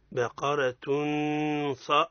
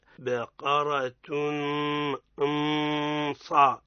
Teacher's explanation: حينما ننطق بالصاد تكون الغنة في مستوى تفخيم الصاد · Shown in: first take